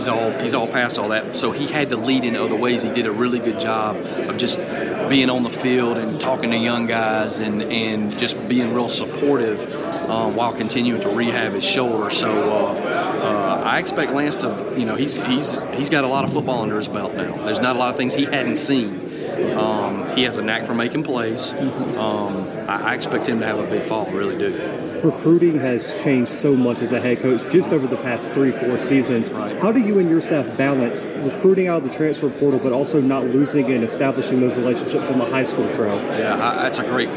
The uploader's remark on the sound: live from SoCon Media Day in Asheville, NC.